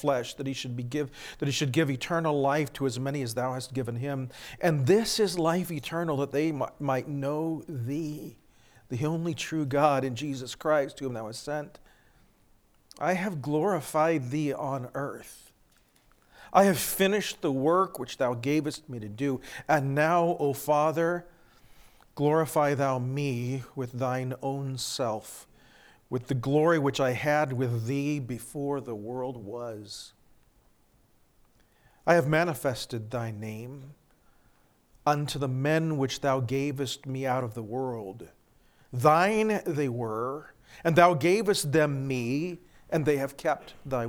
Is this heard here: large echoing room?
yes